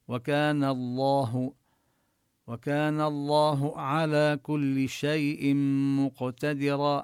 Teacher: وكان نمد الألف مدا طبيعيا، والنون مفتوحة قبل اللام من لفظ الجلالة فنفخم اللام